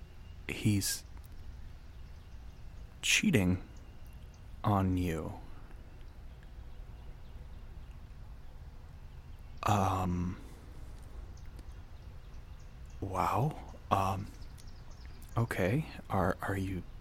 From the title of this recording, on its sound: Outdoors